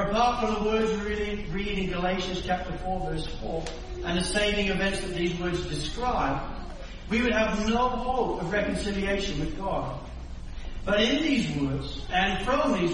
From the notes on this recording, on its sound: Sermon recording from Sunday 7 May 2023